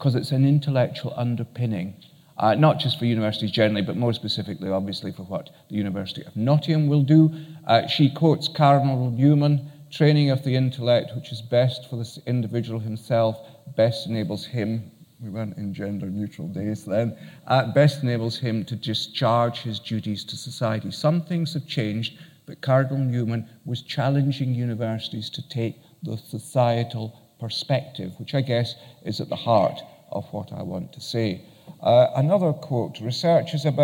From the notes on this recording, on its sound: Keynote at SRHE Annual Research Conference 2017